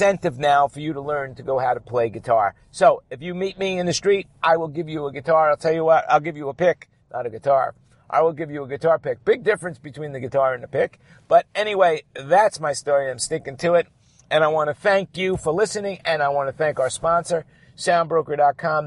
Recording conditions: inside a vehicle